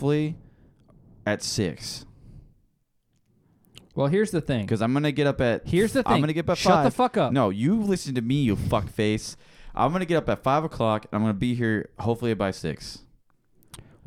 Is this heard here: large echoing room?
no